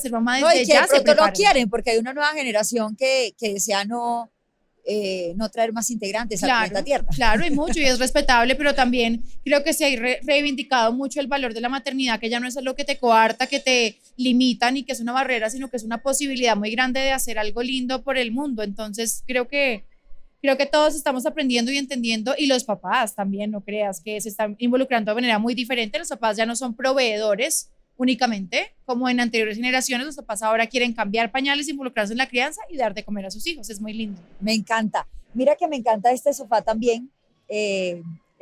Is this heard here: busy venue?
yes